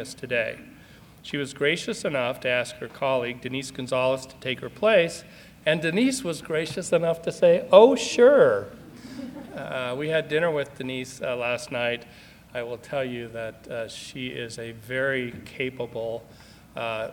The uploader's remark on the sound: More than 100 people attended the presentation at the History Colorado Center in Denver, and the event was also live-streamed to hundreds more at remote viewing parties statewide.